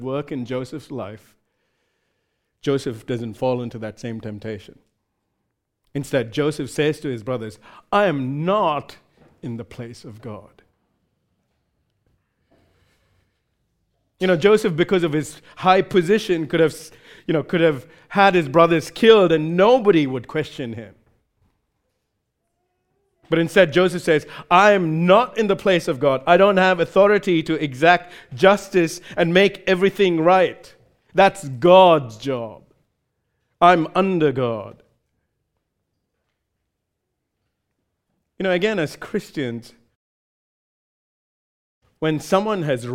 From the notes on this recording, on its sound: recorded live at Grace Community Bible Church